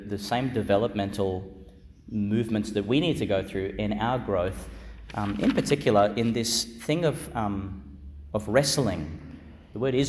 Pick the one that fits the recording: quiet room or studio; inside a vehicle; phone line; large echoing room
large echoing room